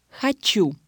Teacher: The consonants cha and sha are always pronounced soft, no matter what letter follows. · Term: soft consonants